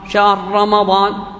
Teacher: راء واحدة ينطقها مشددة · Term: إدغام المتماثلين الكبير